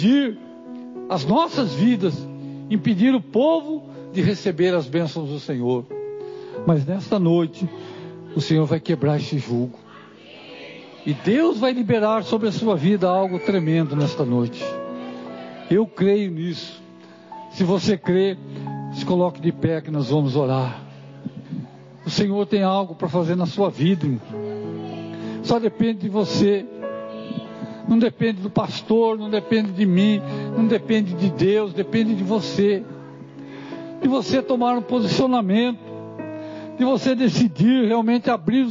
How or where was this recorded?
large echoing room